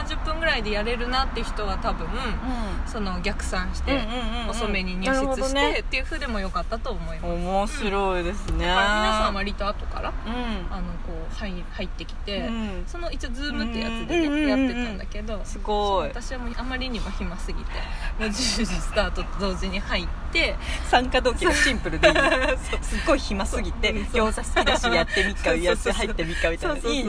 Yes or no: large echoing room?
no